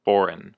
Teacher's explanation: the emphasis is on the first syllable, on the for